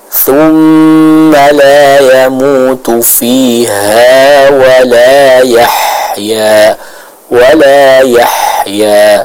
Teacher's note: huruf ha ini keluar dari tenggorokan bagian tengah